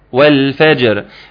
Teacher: ياخد باله من سكون اللام واللام الساكنه ويظهرها، ثم الفاء عشان ما تبقاش فا زي ما حضراتكم عارفين، ثم قلقله الجيم المرققه الجميله، والفجر.